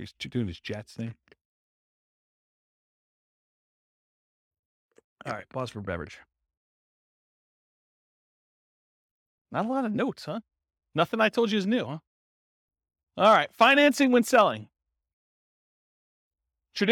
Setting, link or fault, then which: setting, live audience